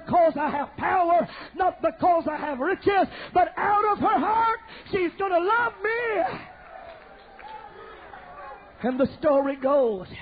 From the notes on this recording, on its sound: preaches Youth Conference in Anaheim, CA